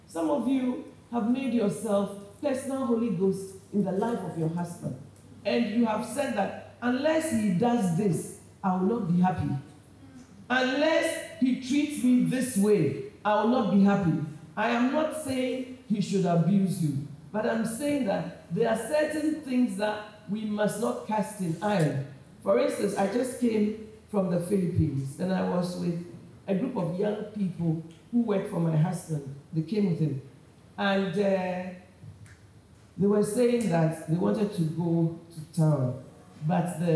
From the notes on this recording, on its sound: Preached at Chosen Woman Conference, Accra Ghana